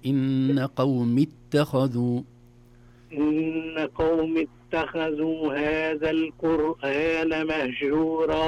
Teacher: فيها ياء لكن غير منطوقة بسبب التقاء الساكنين